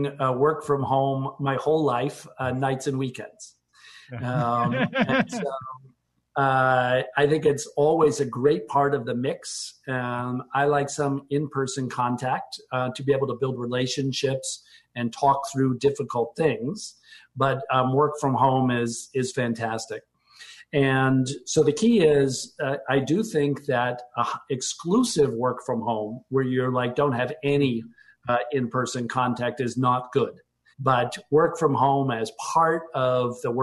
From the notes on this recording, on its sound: This program took place and was recorded live via video conference, for an online audience only, and was live-streamed by The Commonwealth Club of California from San Francisco.